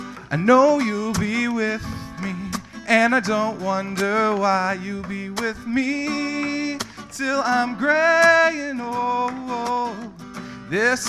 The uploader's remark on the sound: Part One is the Open-Mic